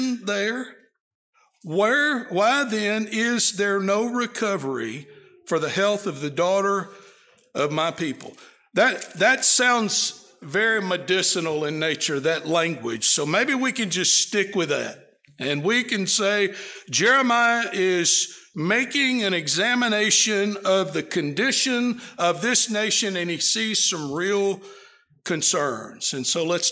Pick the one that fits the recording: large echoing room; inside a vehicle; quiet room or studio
large echoing room